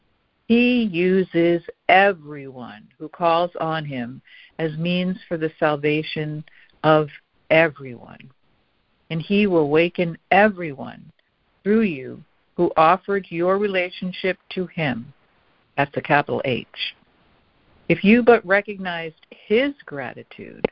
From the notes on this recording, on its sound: ACIM Daily Conference Call